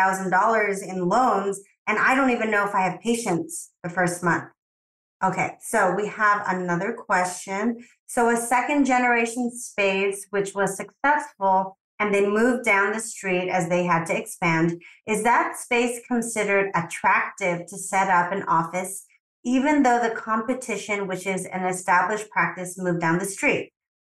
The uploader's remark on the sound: This is a LIVE webinar that they did to a group of northern CA doctors that are considering making the plunge into practice ownership.